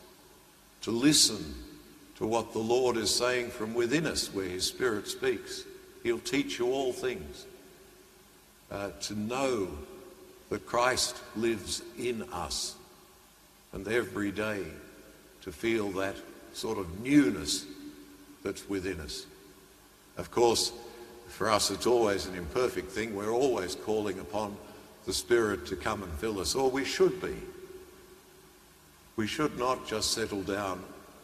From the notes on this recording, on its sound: The homily from Sacred Heart Cathedral, Hamilton